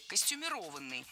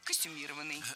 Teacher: Несколько раз прозвучало прилагательное «костюмированный» с ударением на третьем слоге. · Shown in: second take · Однако такое ударение в слове было не всегда.